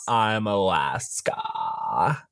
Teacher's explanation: And at the end, when Alaska was narrating, you know, Alaska's long, drawn out thoughts. Yeah, she has a vocal fry to end all vocal fries